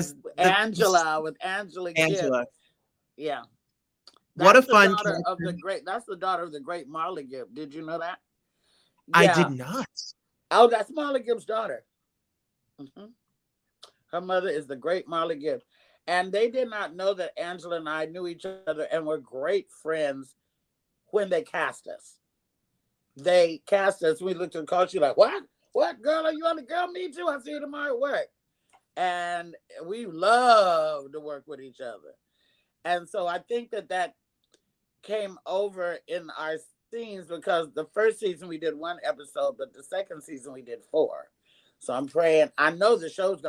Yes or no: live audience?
no